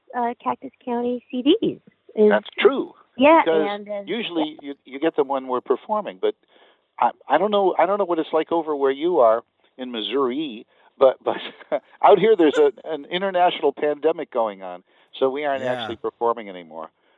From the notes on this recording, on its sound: replay my phone conversation